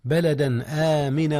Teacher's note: التنوين أظهر قبل الهمزة، بلدا آمنا وارزق، وهنا إدغام يا أستاذنا. · Term: الإظهار